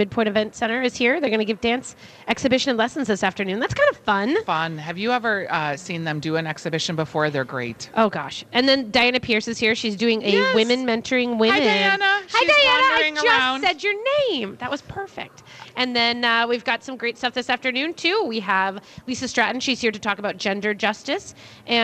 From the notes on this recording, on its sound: Live at Women's Expo